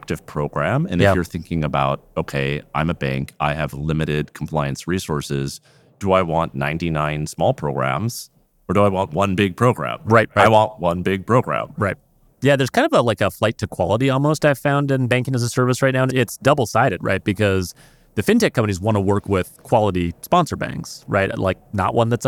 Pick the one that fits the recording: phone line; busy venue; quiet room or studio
busy venue